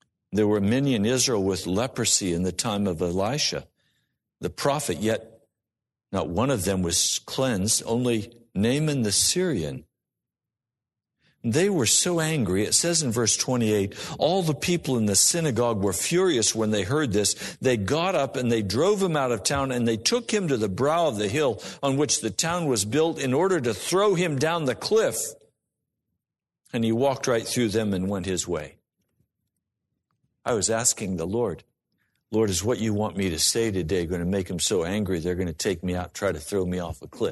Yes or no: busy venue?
no